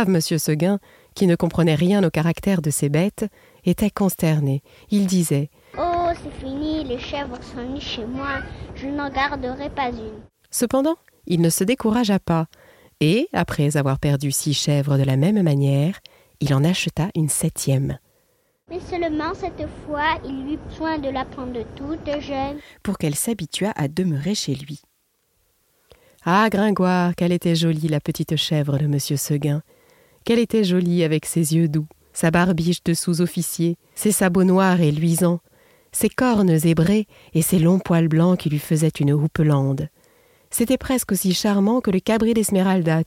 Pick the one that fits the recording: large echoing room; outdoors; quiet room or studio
outdoors